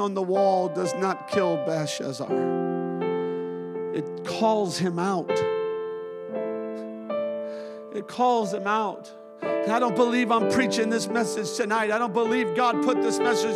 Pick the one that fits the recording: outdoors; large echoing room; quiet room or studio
large echoing room